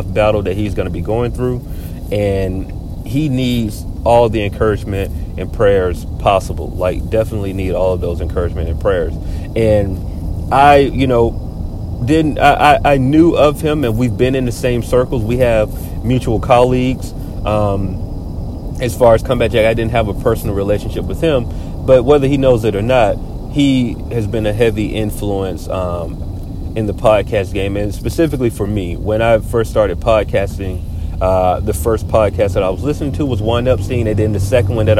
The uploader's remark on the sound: This week we record from the car again